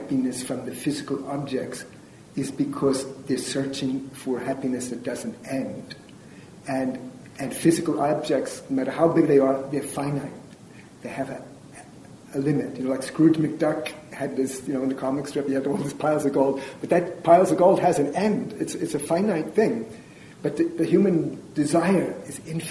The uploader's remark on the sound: This is a recording of a lecture. At the Unitarian Church in Greensboro, North Carolina.